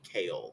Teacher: the word Creole in the Grenadian dialect would just be kale. The R would be dropped.